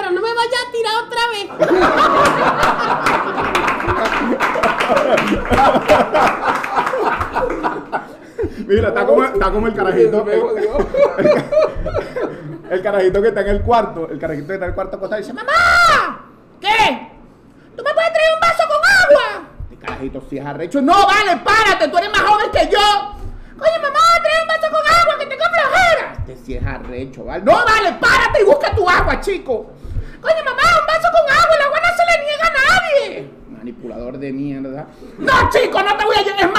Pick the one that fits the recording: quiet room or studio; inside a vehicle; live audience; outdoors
live audience